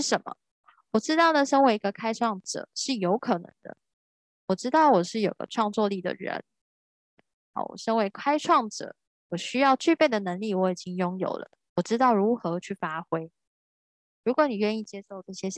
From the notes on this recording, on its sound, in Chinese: 聊聊好心芹ZOOM線上公益講座。